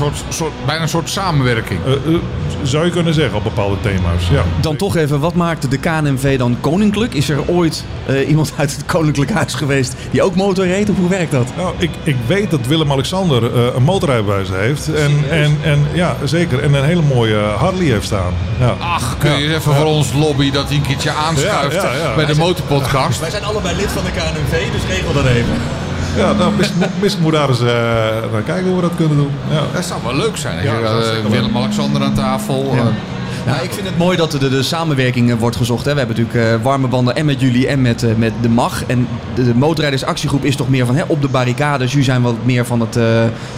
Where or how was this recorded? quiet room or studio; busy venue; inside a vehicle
busy venue